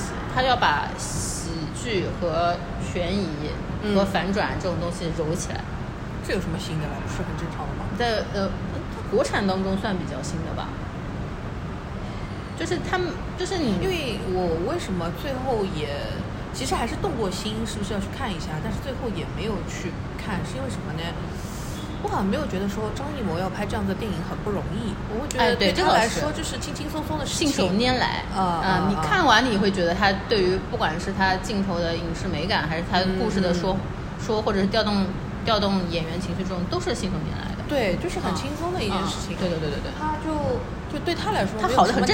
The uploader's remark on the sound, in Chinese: 我们在南丰城露台聊